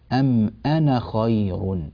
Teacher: كلمة أنا هذه كتبت بألف، أنا ألف بعد النون، لكننا لا ننطق هذه الألف في حال الوصل